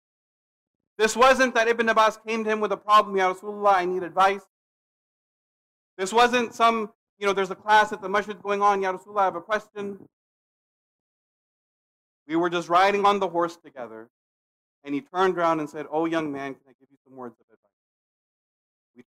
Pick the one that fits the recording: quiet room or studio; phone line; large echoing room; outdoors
large echoing room